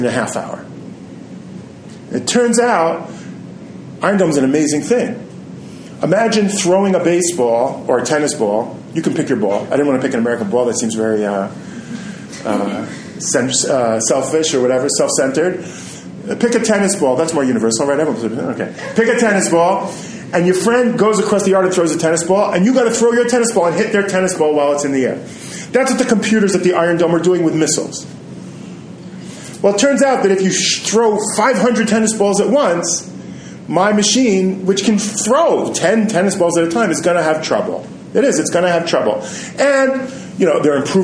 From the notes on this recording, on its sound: Recorded his class at Midreshet HaRova. Recorded live in a classroom, the sound quality may not be quite the same as usual. Repeated questions from students, so if you have trouble hearing them it will be made clear.